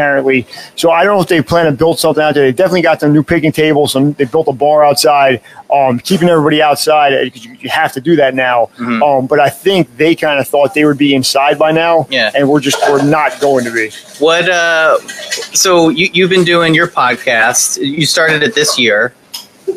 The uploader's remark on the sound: Live! from Windmill, Long Branch Distillery